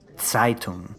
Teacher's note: The Z has a little T sound in front of it? Yeah, it does.